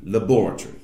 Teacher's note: if you were to say laboratory, we're hitting the R's, we're hitting the accents, but British, it would be laboratory. And so, laboratory, you really don't hear the R's that much. Most of the consonants turn into schwas, so the throwaway consonants as well.